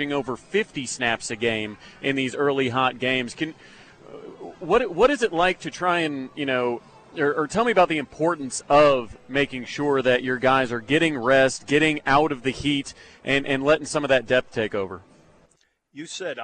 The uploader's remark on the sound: live from The HBC Bob Stoops Charity Golf Tournament at Jimmie Austin